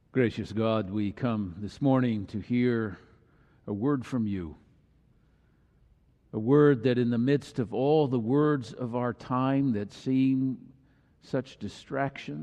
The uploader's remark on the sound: Messsage delivered during the Traditional Worship service.